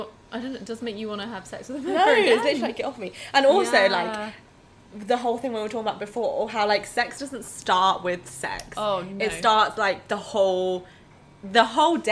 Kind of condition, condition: fault, sounds in the background